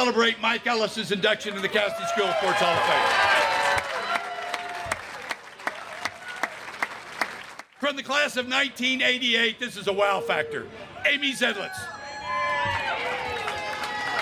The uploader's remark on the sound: An audio recording of Casady School's 2021 Athletic Hall of Fame Induction, which took place on October 22, 2021.